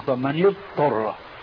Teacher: فكأنهم أضغموا الضاد بالطاء، بينما الضاد حرف رخو والطاء حرف استعلاء، فأضغموا الضاد الرخوة بالطاء.